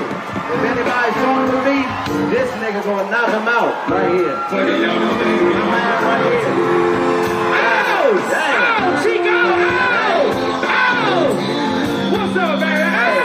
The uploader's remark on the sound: Live At The Casino! (Mashantucket)